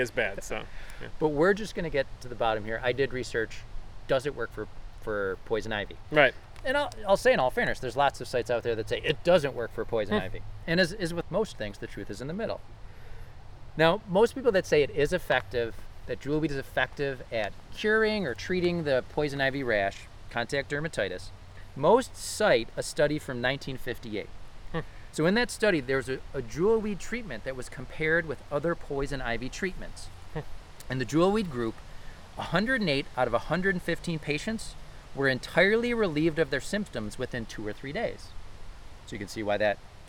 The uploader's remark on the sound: This episode was recorded on September 26, 2021 at Birdsong Park in Orchard Park, NY